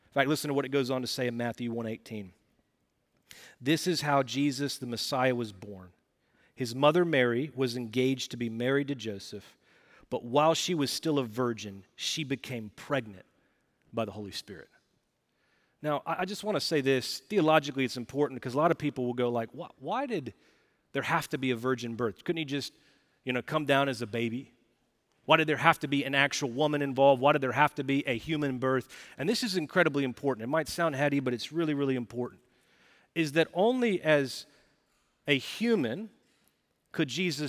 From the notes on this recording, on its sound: Recorded Live at Brookwood Church on 12.03.2023